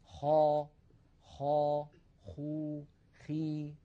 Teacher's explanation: من أدنى الحلق كما ذكرنا حرف الخاء